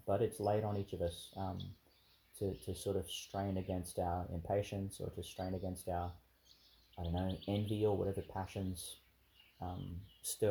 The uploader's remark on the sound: in the park outside St Mary's Church, Ubobo, Qld.